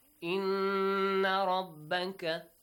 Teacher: Ra has a heavy sound, okay? Because it has a fatha.